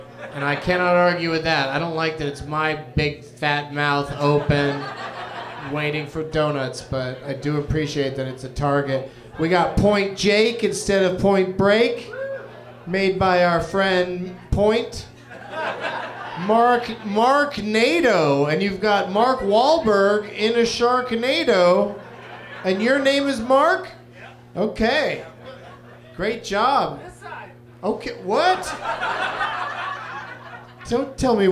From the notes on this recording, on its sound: Live from the American Comedy Company in San Diego